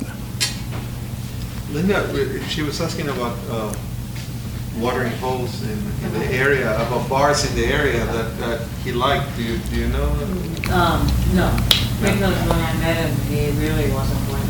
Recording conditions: busy venue